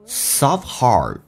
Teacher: Soft T is silent, T 不发音